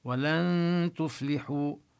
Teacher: ننتقل من اللام من مخرج اللام إلى مخرج التاء ونبقي الغنة عند كل الإخفاءات.